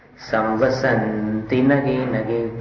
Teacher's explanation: संवसन को लंबा कर लो और ती ह्रस्व है।